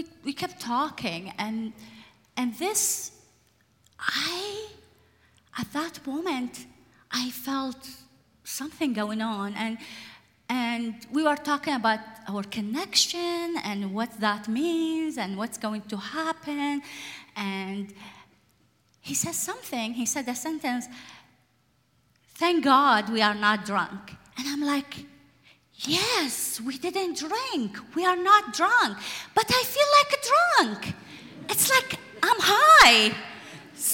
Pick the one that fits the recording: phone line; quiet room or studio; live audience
live audience